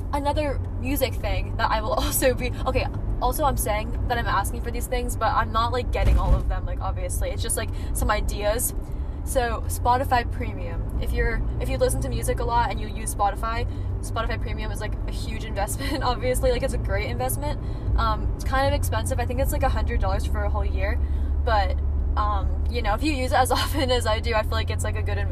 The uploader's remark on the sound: Recorded while driving. While trying not to crash on the way to the grocery store.